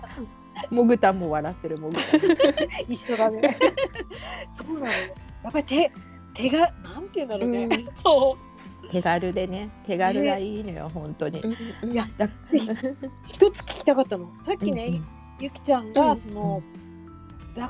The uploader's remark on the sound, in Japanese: ツイッタースペースからダウンロードした音源です 雑音お聞き苦しい点お許しください